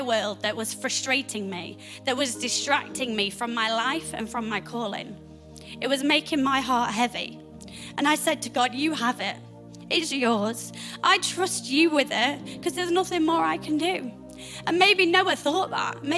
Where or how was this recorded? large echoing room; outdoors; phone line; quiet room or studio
large echoing room